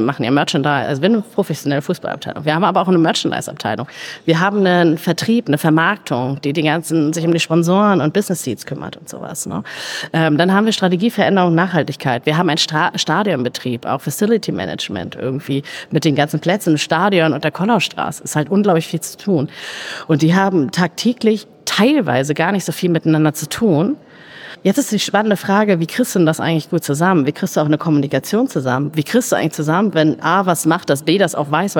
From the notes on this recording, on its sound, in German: Live auf der Solutions